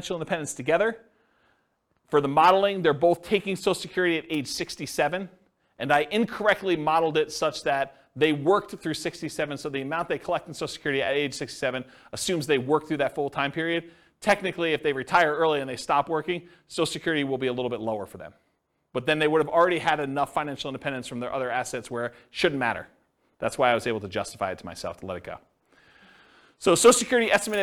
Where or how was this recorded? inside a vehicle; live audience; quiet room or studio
live audience